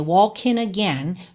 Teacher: ele juntou walking e again pelo N, walking again, já que o G final não é pronunciado